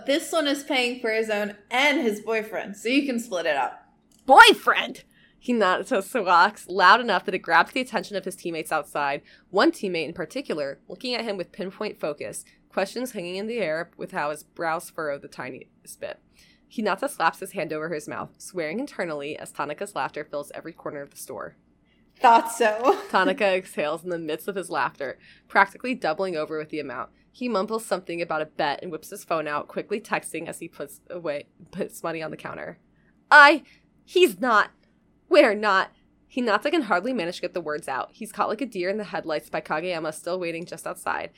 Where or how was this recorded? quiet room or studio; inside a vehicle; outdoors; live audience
quiet room or studio